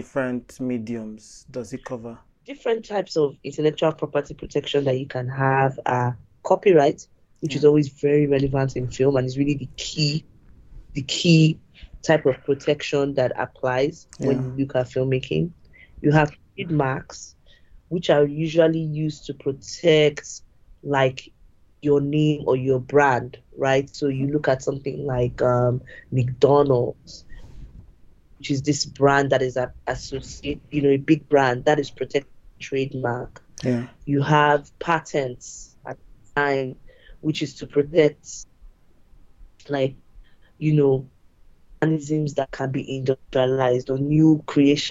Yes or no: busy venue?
no